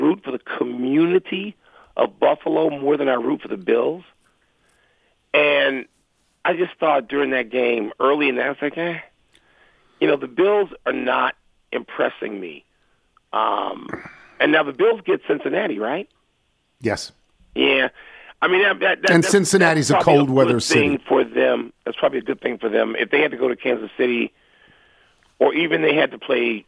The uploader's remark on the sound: Phones in to give his thoughts. Calls in to talk more NFL.